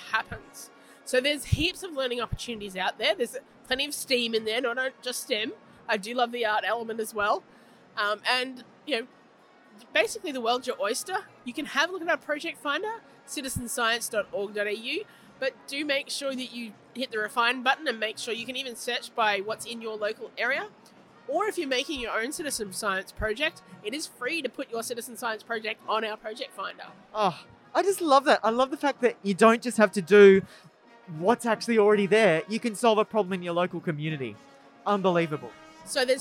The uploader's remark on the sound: on location at EduTECH 2022